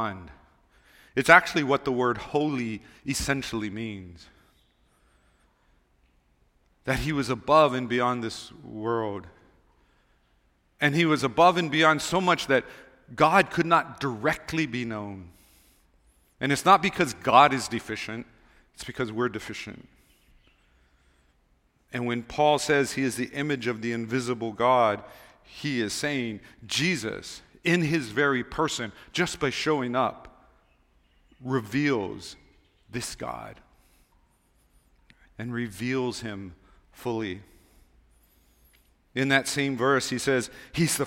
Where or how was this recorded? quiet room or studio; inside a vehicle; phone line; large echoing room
large echoing room